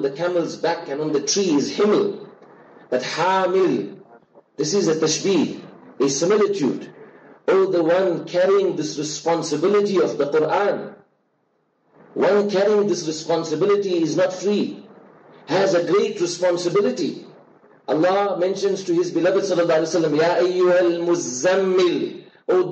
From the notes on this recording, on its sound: LIVE FROM JAAM'AH DARUL ULOOM NEWCASTLE